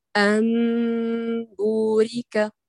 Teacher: نريد إخفاء بغنة كاملة